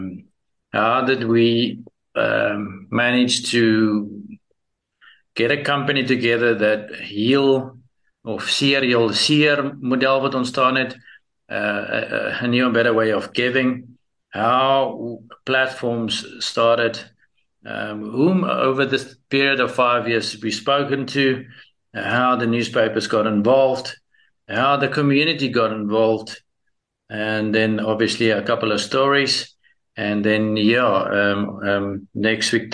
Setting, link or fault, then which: link, video call